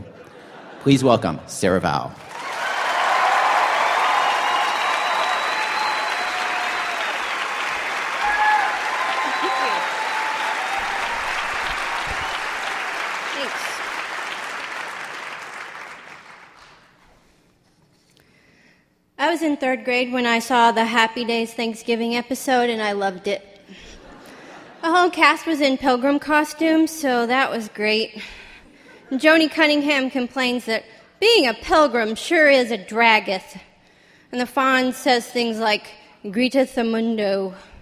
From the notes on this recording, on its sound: Stories recorded during our 2007 live tour. Went on the road with us to New York, Boston, Minneapolis, Chicago, Seattle, and Los Angeles; and performed brand-new stories in front of sold-out audiences.